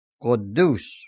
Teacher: The first U without accent mark is pronounced O, as in only, and the second U with the accent mark is pronounced U, as in moon.